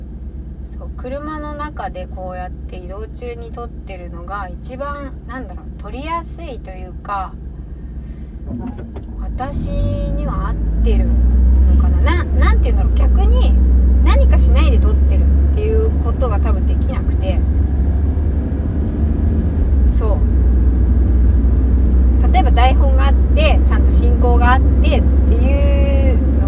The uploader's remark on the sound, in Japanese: いちばん録音しやすいのが車の中だったということをお話ししています。車の中スタジオ。